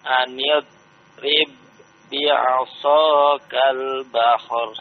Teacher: Ingat huruf dhad itu dari minal adras, dari gigi geraham ya. Geraham. Yang belakang yang bertemu dengan langit-langit ya.